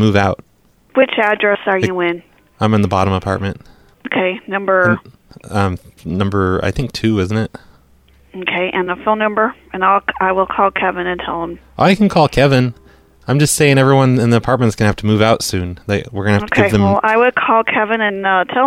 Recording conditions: phone line